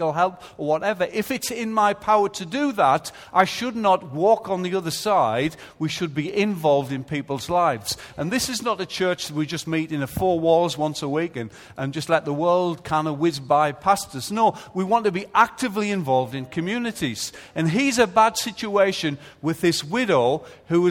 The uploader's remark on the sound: Recorded live at Life Church on Sunday 16th March 2014.